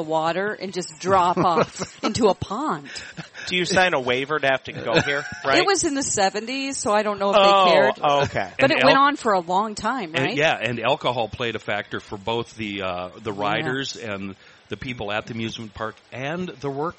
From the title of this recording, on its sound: Today we play a great game at the State Fair